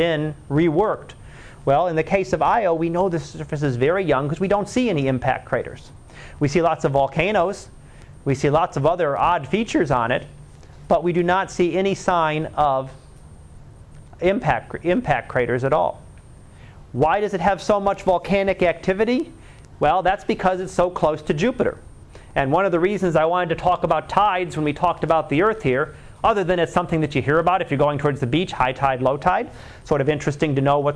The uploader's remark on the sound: Live Class Lecture